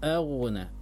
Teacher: A tipis, gha baru tebal, ya, karena hamzah memiliki sifat istifal, gha baru isti'la.